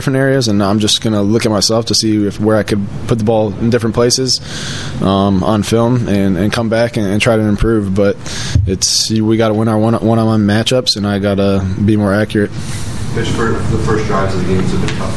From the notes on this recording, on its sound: Bears-Eagles Postgame Show from Lincoln Financial Field. After a 22-14 loss in Philadelphia.